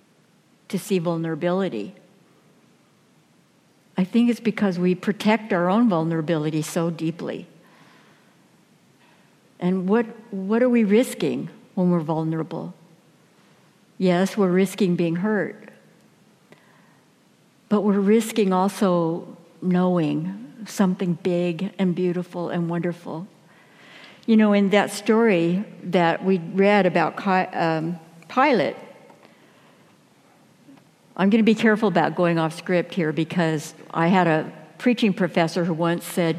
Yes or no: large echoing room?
yes